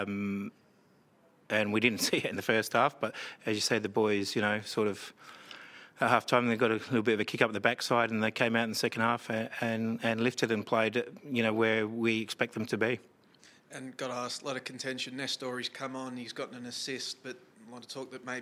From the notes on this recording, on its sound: Post-match press conference. Following his side's 3-2 win against Western united in Round 16 of the Isuzu UTE A-League 2022/23 season.